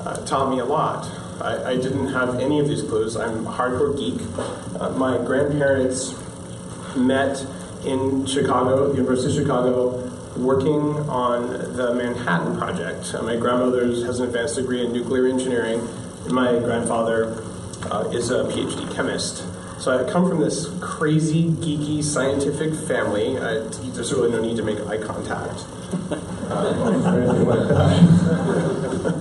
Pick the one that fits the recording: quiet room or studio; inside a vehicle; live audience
live audience